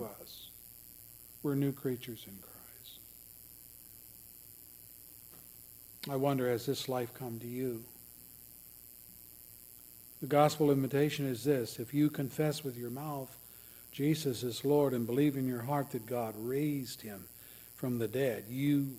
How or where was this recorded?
large echoing room